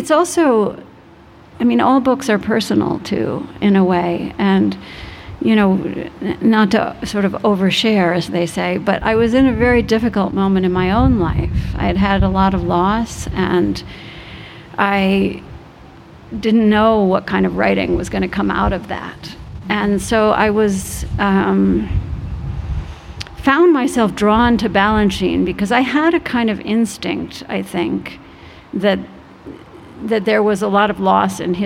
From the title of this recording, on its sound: LIVE from the Vail Dance Festival